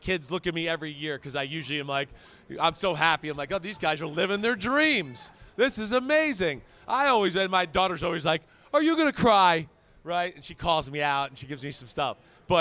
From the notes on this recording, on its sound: Live Audience Show from Las Vegas!